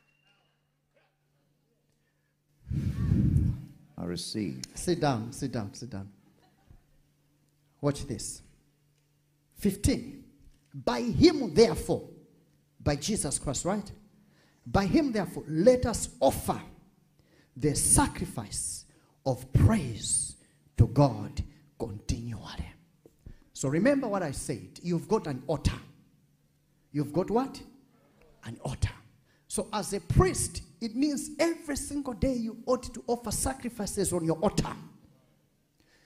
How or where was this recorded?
large echoing room